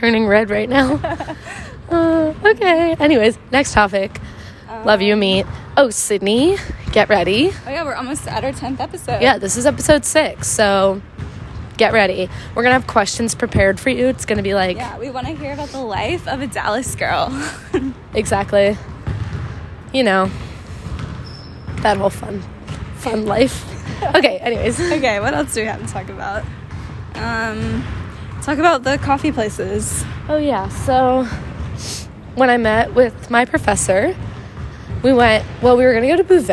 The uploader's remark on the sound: Live from our PE class! Sorry for the background bouncing noise in advance…